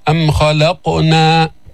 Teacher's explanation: جيب القلقلة في القاف الساكنة